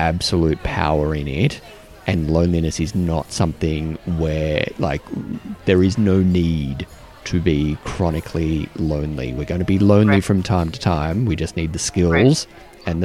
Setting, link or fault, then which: setting, busy venue